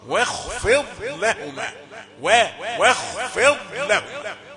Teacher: ما قلنا في الاول وقضى ربك وقضى لا قلنا وقضى كذلك واو رقيقة بعدها صوت الخاء المفخمة